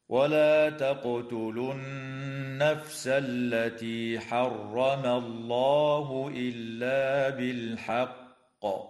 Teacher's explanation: تقلقل القاف في كلمة تقتلوا، وتغن النون المشددة في كلمة النفس، وتفخم اللام في اسم الله لوقوعها بعد فتحة